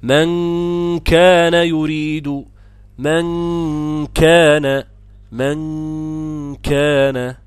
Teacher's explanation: كان بيغلق مخرج الهواء من الفم، غنة كاملة من الخيشوم